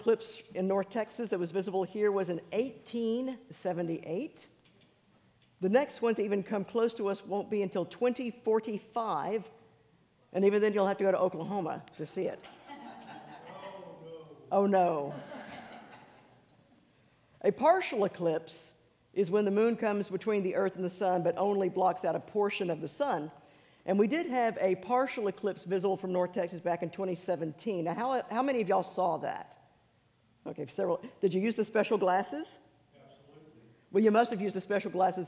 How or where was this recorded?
large echoing room